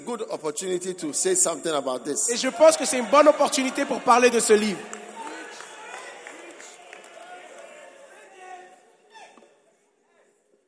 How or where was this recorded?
live audience